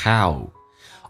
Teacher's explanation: How 这个单词比较的饱满，在美式发音先发诶，然后再发 u，叫 how。 R 在口语化当中不被强调，一般说成 er。